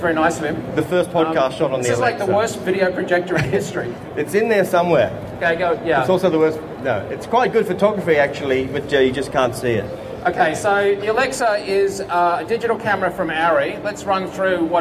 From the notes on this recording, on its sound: NAB 2010 episode including live from the Post Pit on NAB floor.